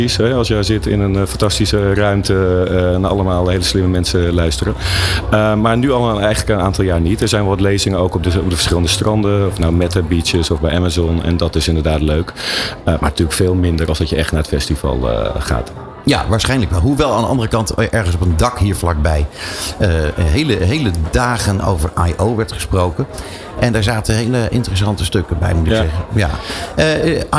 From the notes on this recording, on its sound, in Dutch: New Business Radio live vanuit Cannes. Live verslag van het Cannes Lions International Festival of Creativity 2023.